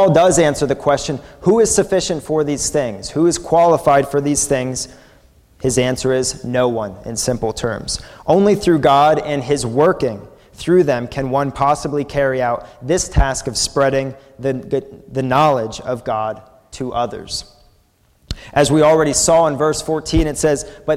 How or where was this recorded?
large echoing room